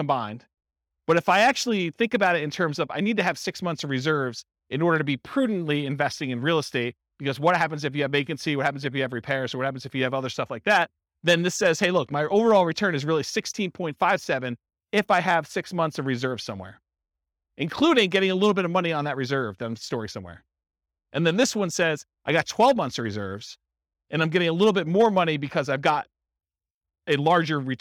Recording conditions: live audience